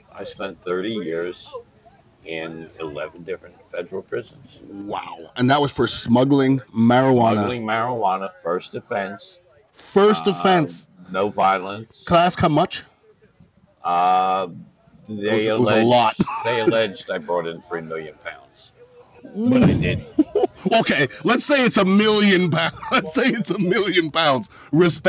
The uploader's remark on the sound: several interviews from the Florida Cannabis Festival